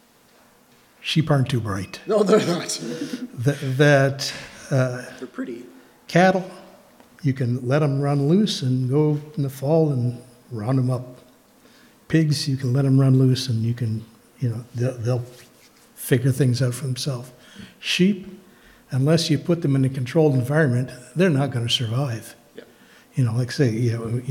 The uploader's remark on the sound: These are recordings of our Sunday morning messages and some of the discussion that follows.